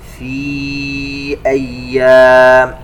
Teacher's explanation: مد منفصل يمد بمقدار أربع حركات